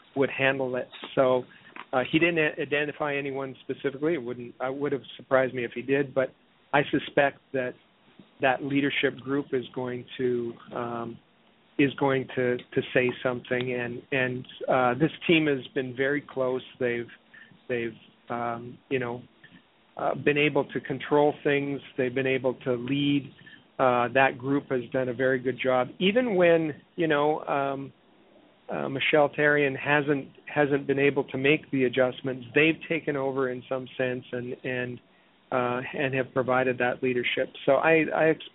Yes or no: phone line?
yes